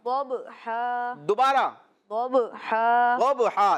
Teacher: تو کلکلا کریں گے یعنی کہ آواز لوٹتی ہوئی معلوم ہوگی